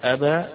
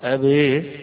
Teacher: يبقى هنا أبى بالفتح جمهور القراء، أبي هنا بالإمالة يسمونها الإضجاع إمالة خالص